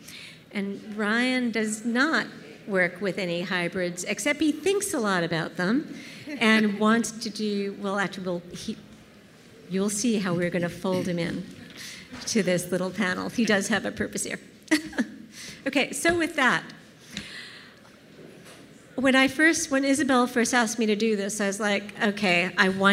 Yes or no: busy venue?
yes